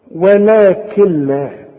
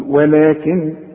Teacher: علشان تعرف تقولها كل نون بعدها لام ما تنطقهاش عند الوصل اشبك الكاف مع اللام · Shown in: first take